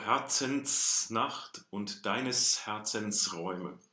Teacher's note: One issue that we as Americans have is that we like to say S's at the ends of words voiced in a lot of cases. But when we have this genitive construction, no matter how it happens, it's going to be unvoiced at the ends of a word